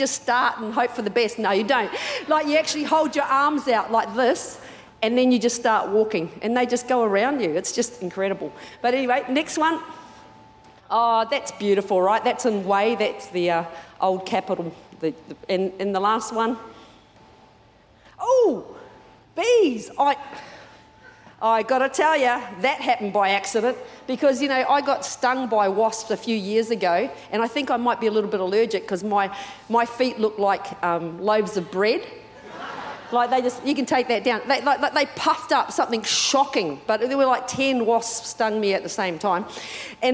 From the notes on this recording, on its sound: Recorded during our 9am service